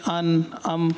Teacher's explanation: آنی آن کے لیے ہوتا ہے، جیسے کہ ان ام وغیرہ، ناک میں آواز گئی اور ختم ہو گئی · Term: گناہ آنی